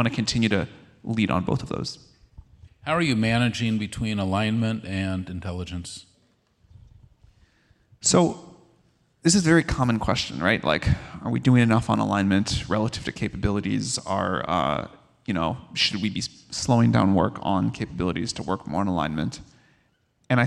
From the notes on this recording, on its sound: Straight from Dreamforce, the world’s largest AI & CRM conference